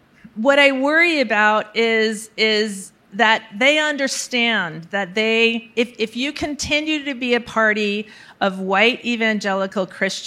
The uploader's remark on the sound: Recorded March 1, 2022 at the Upfront Summit.